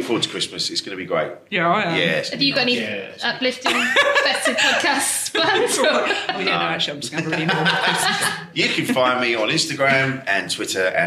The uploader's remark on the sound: Filmed live at the Cavendish Arms in Stockwell. Filmed live at the Cavendish Arms in Stockwell.